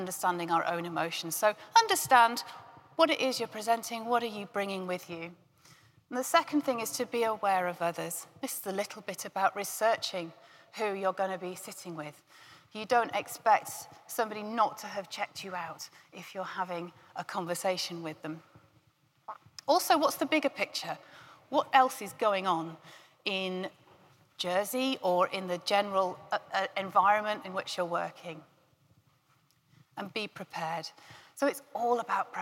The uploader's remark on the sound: a keynote from GREENHOUSE 2021